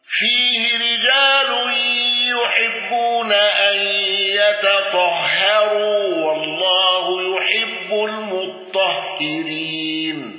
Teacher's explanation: خلف عن حمزة بترك الغنة والإمالة والسكت على المفصول